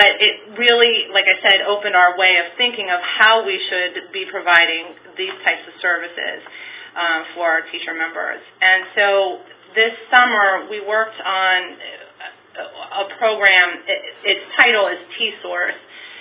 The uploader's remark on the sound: A conference call